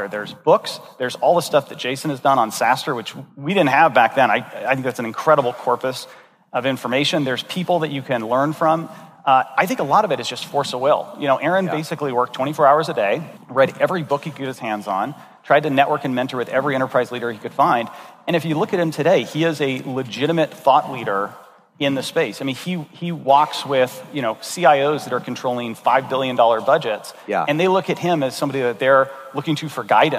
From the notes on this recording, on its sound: This episode was recorded at Saastr Annual 2016